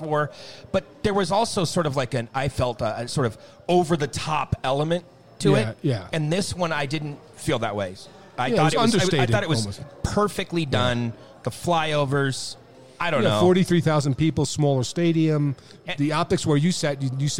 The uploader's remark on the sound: Kings Of The Podcast LIVE from Colorado Springs